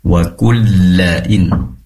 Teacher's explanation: pastikan lamnya itu bertasydid, disempurnakan